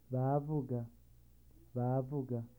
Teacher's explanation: A long, low tone followed by a short, high tone.